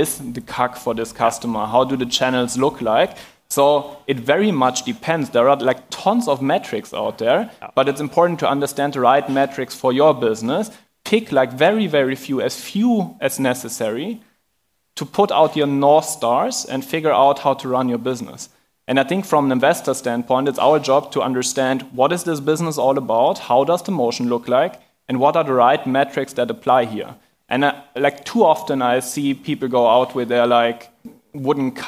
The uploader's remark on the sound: part of the recording from the ARRtist Summit 2023 Sales Panel